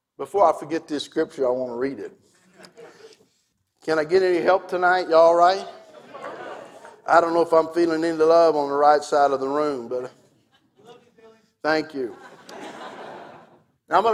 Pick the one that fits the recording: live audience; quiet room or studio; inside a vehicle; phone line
live audience